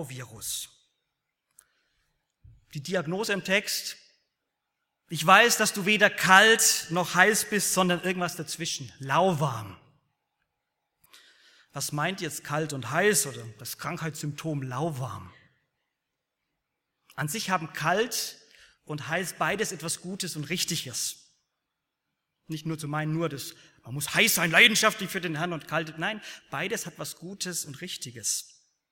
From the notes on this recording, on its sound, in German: aus dem Gottesdienst der Liebenzeller Mission